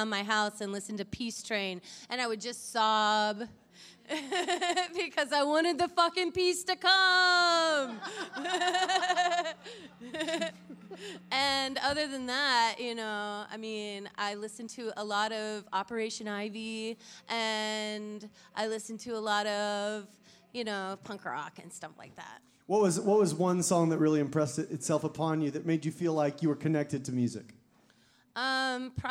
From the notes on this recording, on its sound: LIVE at the ASsSIFWAP 2020! Right in the middle of this awesome live event!